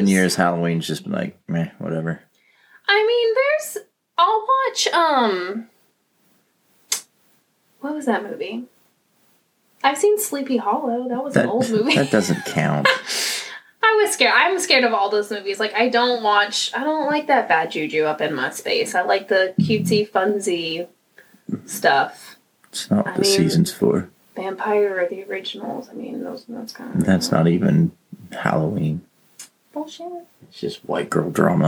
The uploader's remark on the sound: It was a rough day for us and it may not be a perfect episode full of laughter and jokes but more mishaps, computer & mic issues, annoying dental work, and unenthusiastic moments.